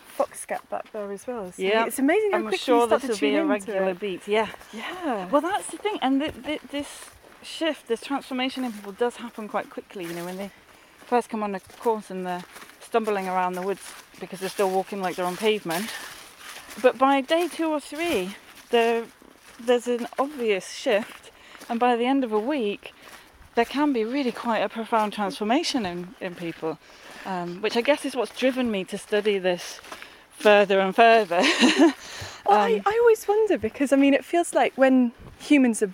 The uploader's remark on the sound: at the Timber Festival in the National Forest in Leicestershire